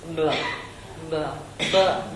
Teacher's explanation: It's not a plosive B, as in Italian or German.